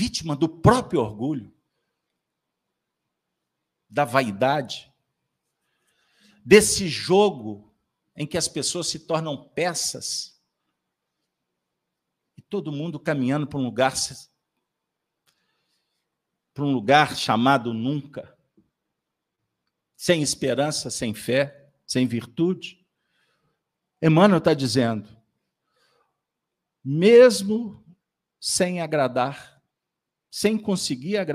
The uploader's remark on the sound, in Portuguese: Reunião Pública realizada na Fraternidade de Estudos Espírita Allan Kardec às terça-feira. Com Transmissão ao vivo, às 19:30h com público presencial.